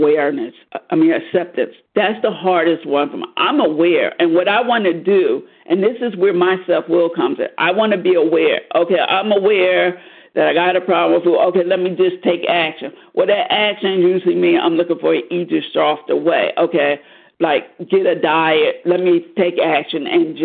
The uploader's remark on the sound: 100 Pounders Phone Meeting